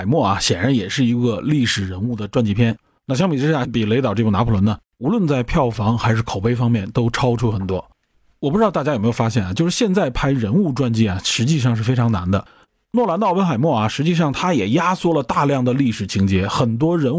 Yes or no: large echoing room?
no